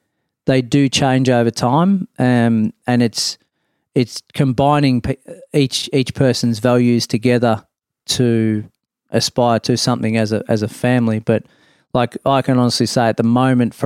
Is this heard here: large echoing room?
no